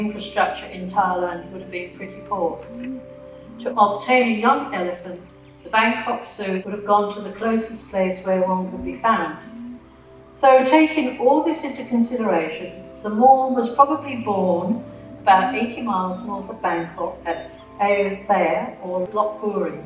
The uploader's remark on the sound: This free public lecture was part of the History Trust of South Australia's Talking History series.